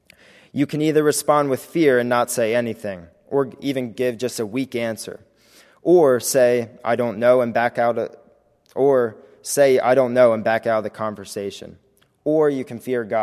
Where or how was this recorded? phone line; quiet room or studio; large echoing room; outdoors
large echoing room